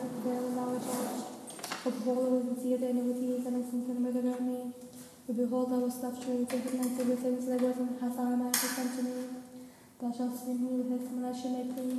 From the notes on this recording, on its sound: A private recording of the Divine Liturgy at St. Nicholas Orthodox Church in McKinney, Texas.